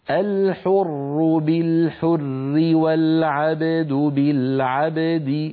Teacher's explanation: إذن إن وقفنا نقول الحر بالحر، ولو وصلنا نرقق لأن الراء ستكسر